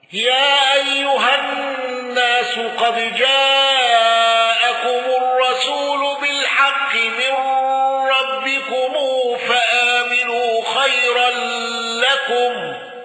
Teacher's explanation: قالون بصلة ميم الجمع والغنة واندرج معه ابن كثير وأبو جعفر